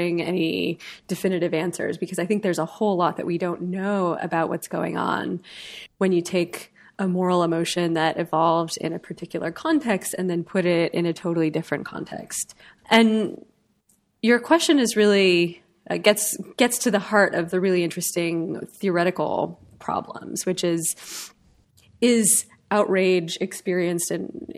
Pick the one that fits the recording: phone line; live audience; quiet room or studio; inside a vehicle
quiet room or studio